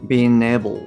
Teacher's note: being の G ですね。これがまあ脱落して、まあ、able とくっついて